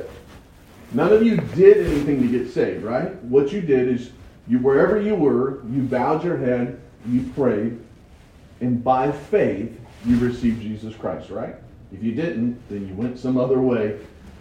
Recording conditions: poor sound quality